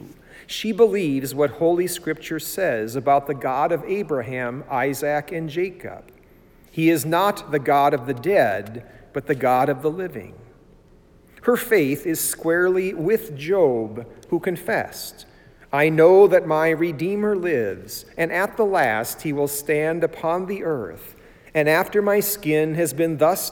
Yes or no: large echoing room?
yes